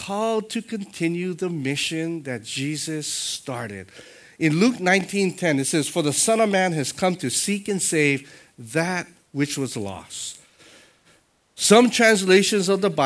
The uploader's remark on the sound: Sunday Worship Service